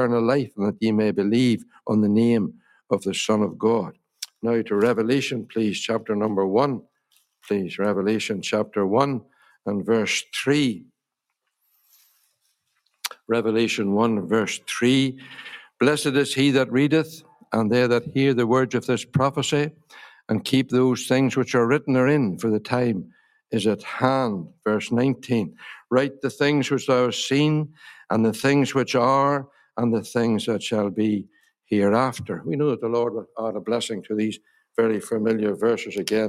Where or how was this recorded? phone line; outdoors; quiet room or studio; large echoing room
large echoing room